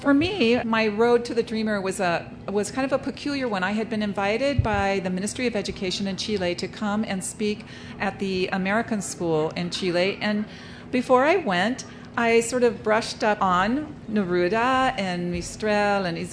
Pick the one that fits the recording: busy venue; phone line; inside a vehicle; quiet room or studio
busy venue